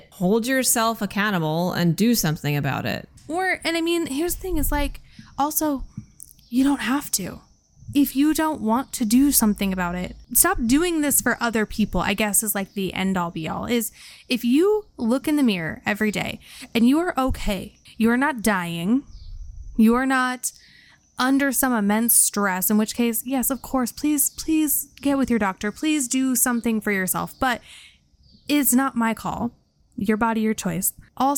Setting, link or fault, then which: fault, sounds in the background